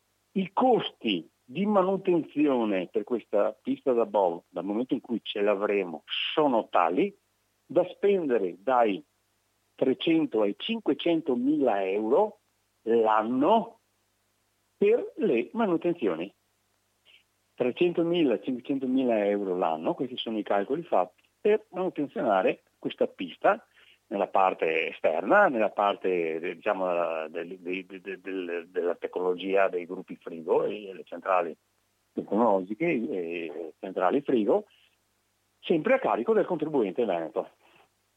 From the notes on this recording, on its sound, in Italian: intervista al telefono